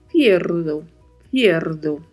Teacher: Tem uma letra I que precisa ser dita. E e o sempre fechado e o R com vibrato e aquela suavidade da letra D